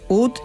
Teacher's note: La nota ut terminaba en una consonante sorda, la letra T, lo que la hacía tosca, cerrada y muy difícil de vocalizar para los cantantes.